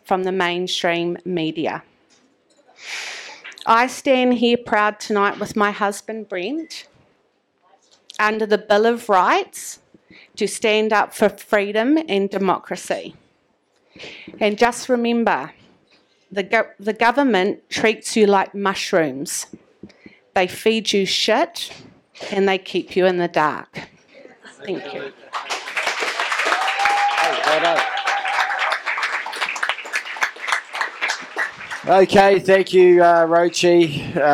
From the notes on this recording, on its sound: Let’s Not Forget Tour Stop 13 - Taupo - Waikato. The mic was opened up to all.